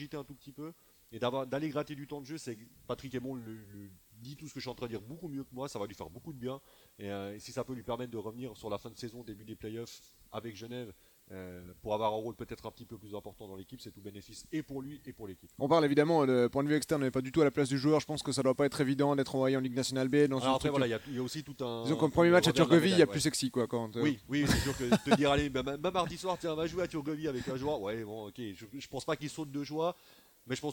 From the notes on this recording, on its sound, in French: Nous enregistrons en direct de Lugano où nous nous apprêtons à assister au match du Genève Servette Hockey Club face à HC Lugano.